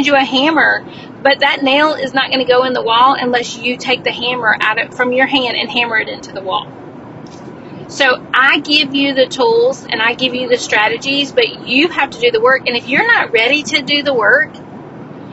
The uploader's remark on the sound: This episode was recorded in my car